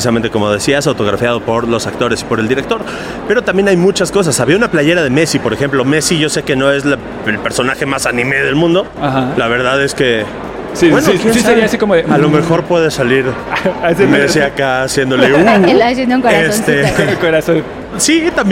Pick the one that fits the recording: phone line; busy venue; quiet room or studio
busy venue